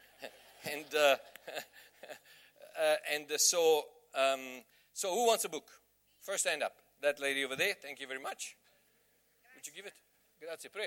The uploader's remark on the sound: Message preached at the Bay Christian Church in Somerset West